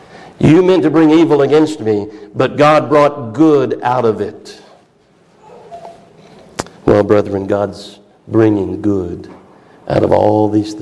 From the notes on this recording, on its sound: A message preached at Christ Fellowship of CENLA Fall Conference 2023